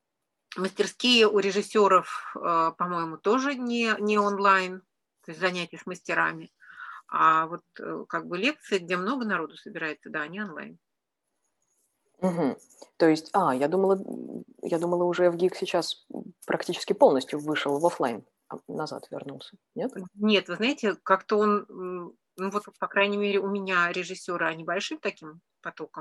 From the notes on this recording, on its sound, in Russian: Подкаст записан в формате живой беседы в зуме.